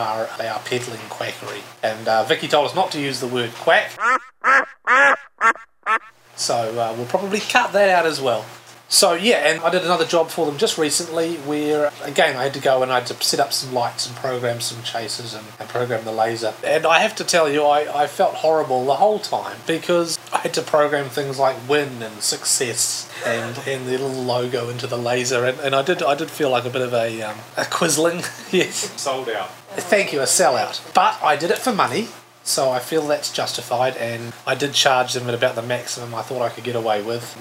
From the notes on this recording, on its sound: Yes we know about the sound.